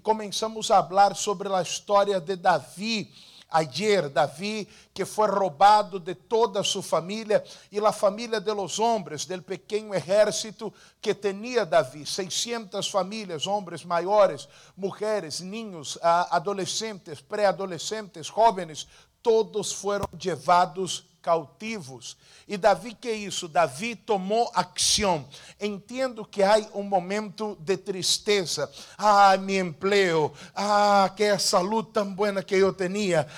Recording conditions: large echoing room